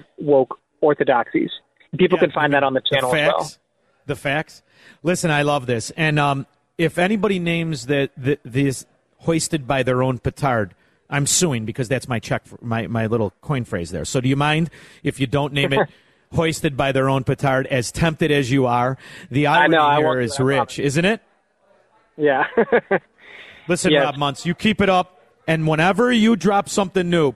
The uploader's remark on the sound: broadcasting LIVE from the Meridian Banquet Halls!